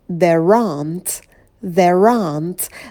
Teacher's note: В слове aunt будет долгий «а», тоже не бросайте раньше времени. Такую делайте звуковую волну.